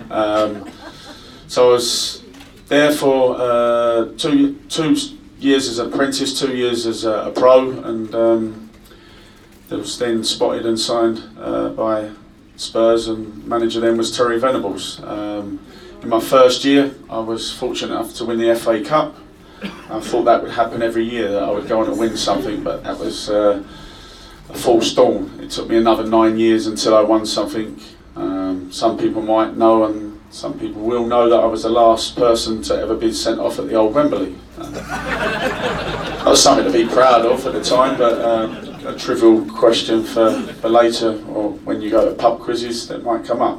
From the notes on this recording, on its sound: Was recorded in the Supporters Club on Monday 15th January. Spoke to a live audience of Leyton Orient fans.